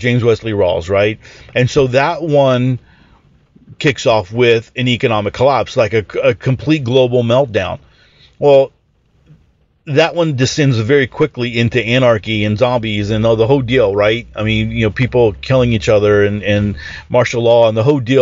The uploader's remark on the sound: The Ready Your Future Podcast is now recorded in my truck, on the way to work.